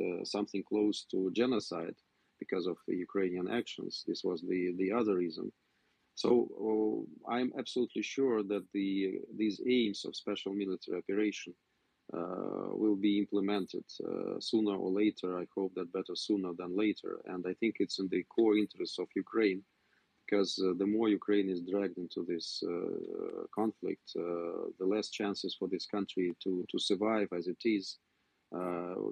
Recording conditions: video call